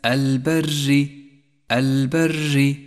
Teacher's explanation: المثال التالي الراء المرققة في كلمة البر، البر. رققت لأنها كسرت، ولكن احذر وأنت تقرأها أن تكررها في اللفظ، أي هكذا البر، فهذا خطأ شائع، صوابه أن تقول البر.